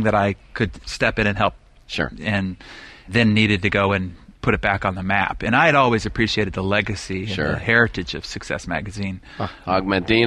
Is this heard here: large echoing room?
no